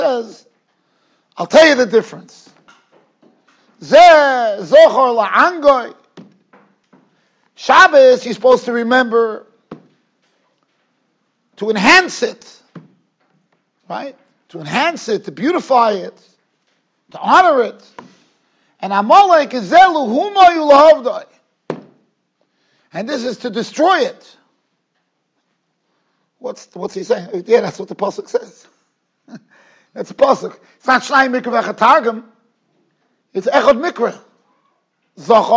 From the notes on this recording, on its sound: Shiur recorded in Yeshivas Ohr Reuven, Monsey, NY.